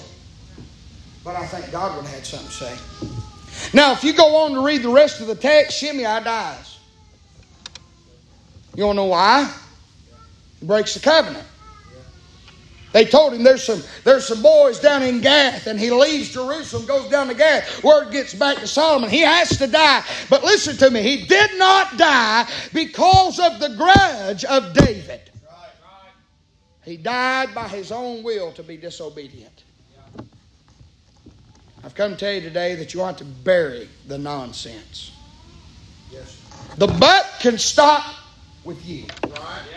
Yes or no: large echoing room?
yes